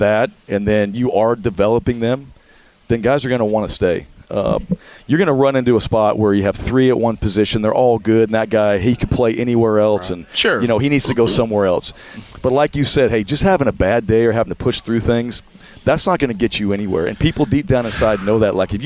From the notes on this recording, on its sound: We are live from the Regions Tradition at Shoal Creek and the Celebrity Pro-Am.